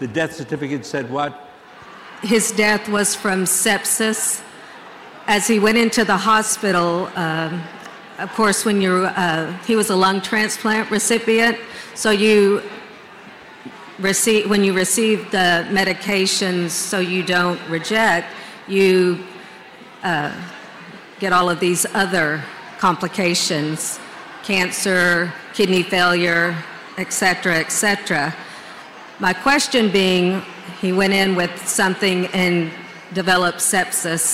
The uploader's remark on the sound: Answers Audience Questions From CrimeCon. Answered audience questions during his live conversation. At this year's CrimeCon in Florida.